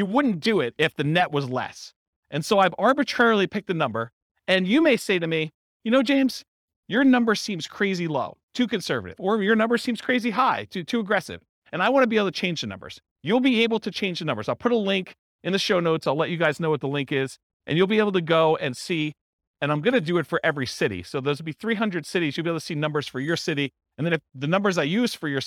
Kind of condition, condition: setting, live audience